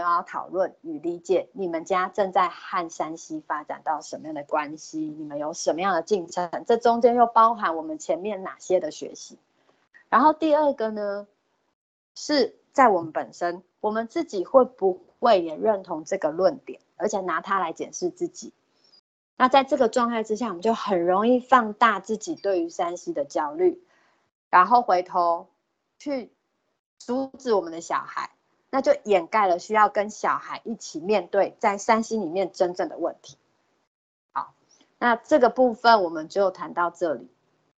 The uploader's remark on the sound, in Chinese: 此為線上課程錄音檔